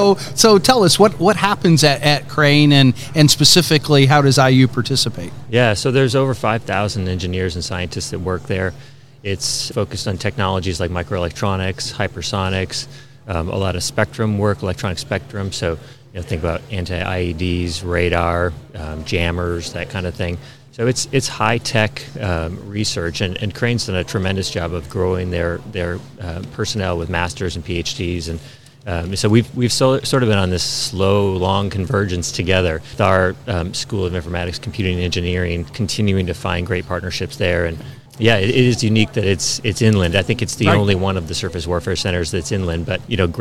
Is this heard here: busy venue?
yes